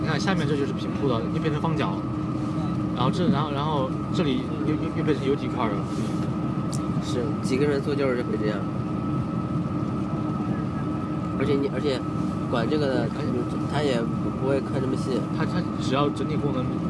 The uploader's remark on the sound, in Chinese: 第一次临时起意的录音，是我们雪季最后一次去南山滑雪的路上的闲聊记录。